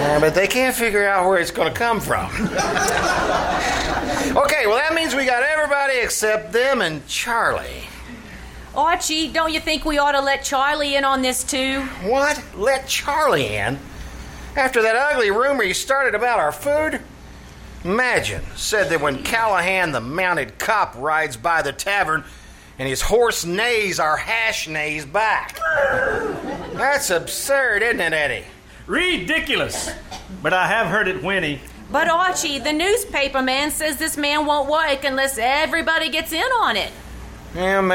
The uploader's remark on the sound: performed live June 21-23 at the KCAL Radio Theater in downtown Nicholasville, Kentucky